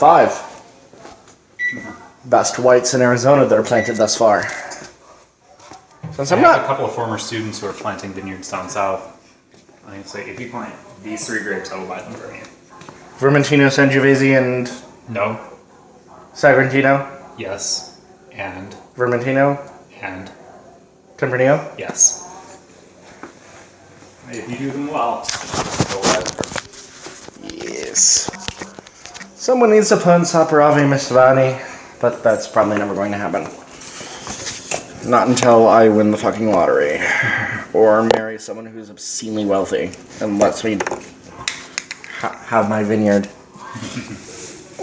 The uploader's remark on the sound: In the kitchen while he cooks as we take audio notes on this wine for my Noise article.